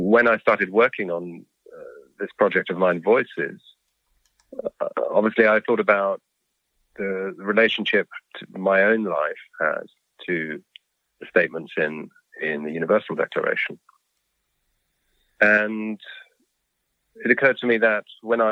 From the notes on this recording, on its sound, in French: S’est entretenu par téléphone avec le compositeur néoclassique anglo-allemand.